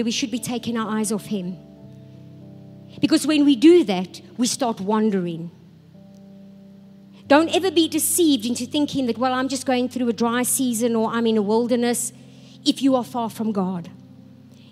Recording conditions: large echoing room